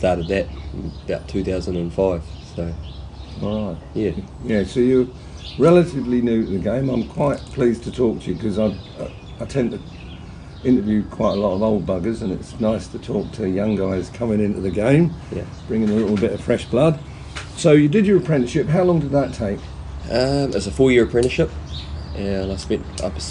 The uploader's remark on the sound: Cambridge, New Zealand. We sat outside with the birdsong.